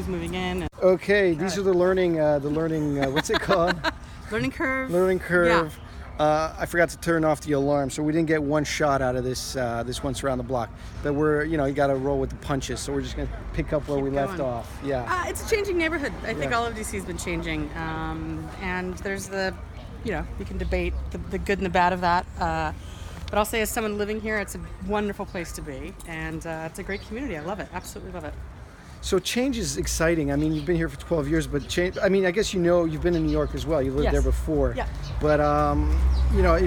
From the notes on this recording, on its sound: as we walk around the block in the Ledroit Park/Bloomingdale neighborhood of Washington DC